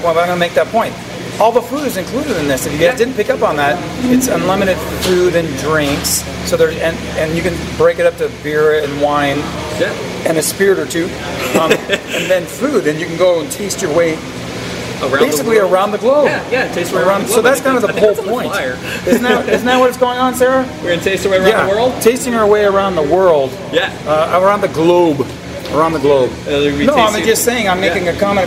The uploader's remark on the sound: while enjoying their beers at the brewery